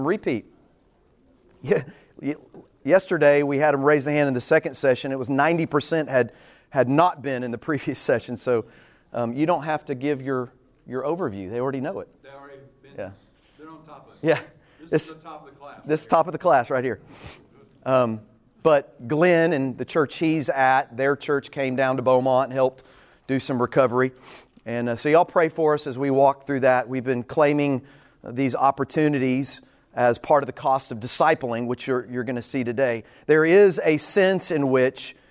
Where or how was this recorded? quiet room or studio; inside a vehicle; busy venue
busy venue